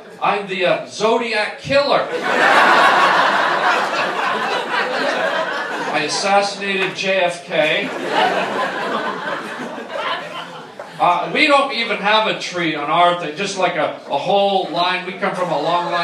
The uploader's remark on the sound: Does live stand up for a wonderful cancer benefit and ends up doing crowd work for 90% of his show. What a great crowd and a great cause.